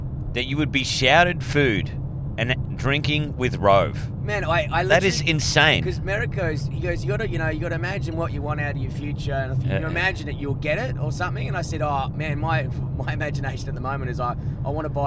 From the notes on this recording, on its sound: We are podding live from an electric vehicle